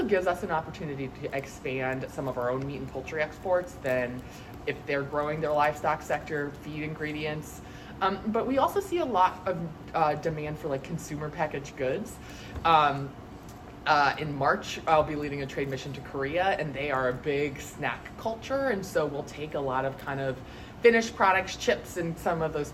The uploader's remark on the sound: Attended the International Production & Processing Expo, or IPPE, in Atlanta, and participated in a news conference. With the small group of journalists in attendance.